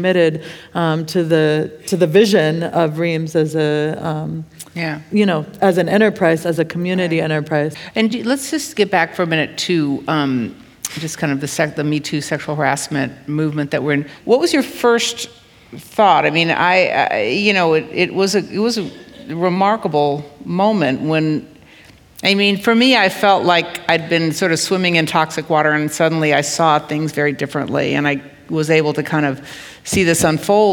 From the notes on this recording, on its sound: This episode is an excerpt from The View From The Kitchen panel event hosted by the New York Times and Yerba Buena Center for the Arts